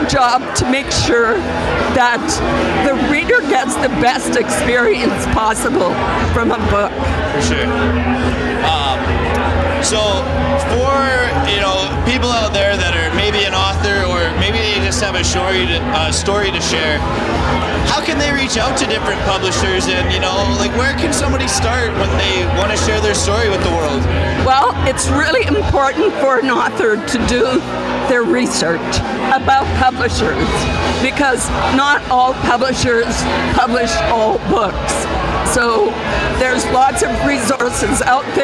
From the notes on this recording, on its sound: Hive Nation Live at the Calgary Stampede. Live at The 7th Annual NCSG & Blackfish Enterprises Networking Event at The 2023 Calgary Stampede.